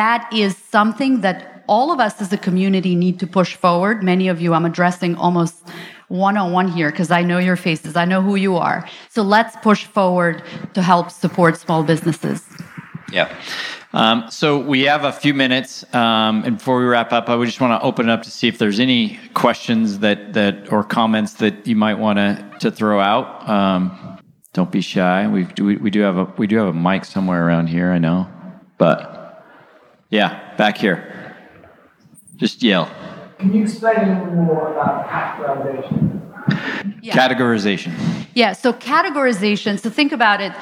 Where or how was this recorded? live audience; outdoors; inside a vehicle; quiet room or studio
live audience